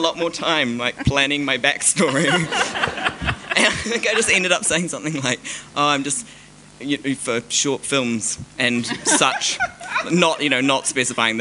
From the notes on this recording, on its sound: Recorded live at The Basement Theatre.